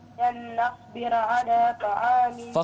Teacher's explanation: فخم الراء وشدد النون